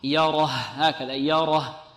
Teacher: والياء مرقة والراء مفخمة لأنها مفتوحة، يره والها مرقة